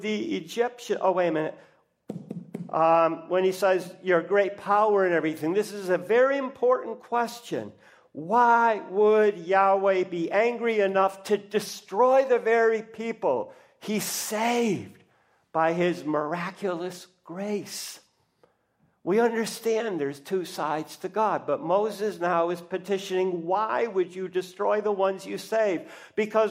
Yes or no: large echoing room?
yes